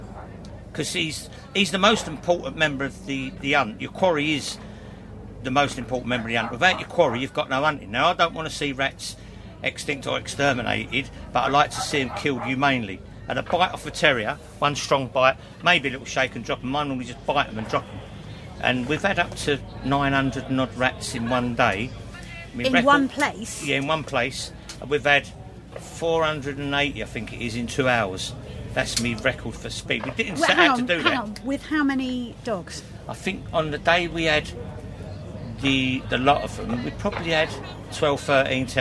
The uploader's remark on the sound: Recorded at the Game Fair 2023 at Ragley Hall